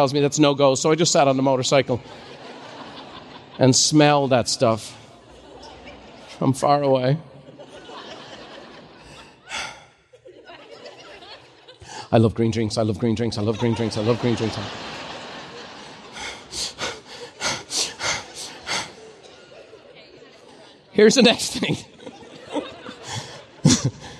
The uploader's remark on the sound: a special live recording